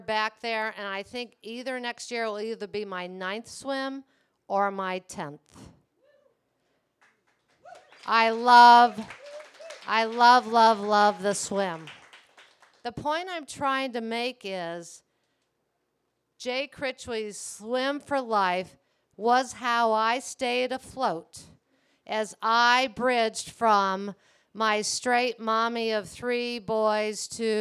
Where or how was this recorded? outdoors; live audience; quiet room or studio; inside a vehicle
live audience